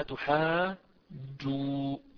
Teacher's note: عندنا الحرف الأول من حروف المد هو الألف، جاء بعده جيم مشددة، إذن عندنا مد لازم كلمي مثقل. طب أتحاجوني، الواو هذه جاء أيضا بعدها نون مشددة، إذن أيضا عندنا مد لازم كلمي مثقل آخر، ففيها مدان لازمان كلميان مثقلان.